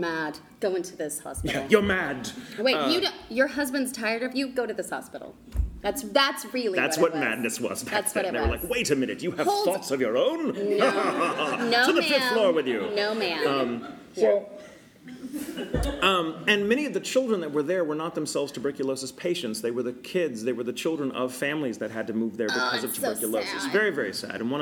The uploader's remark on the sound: LIVE from Louisville Supercon. In this, our very FIRST live show.